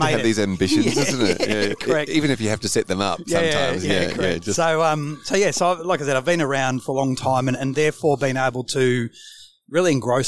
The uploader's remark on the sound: live from the FAAA Congress 2023